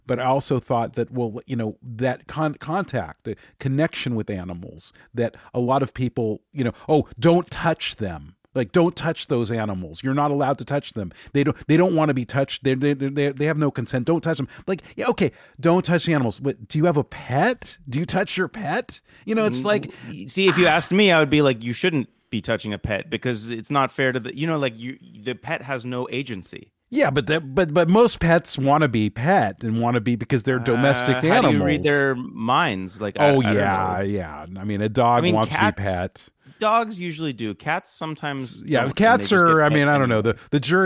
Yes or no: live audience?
no